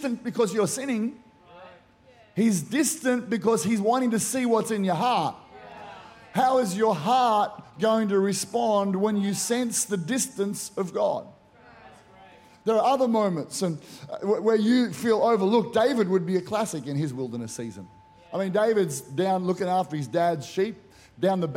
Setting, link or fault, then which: setting, live audience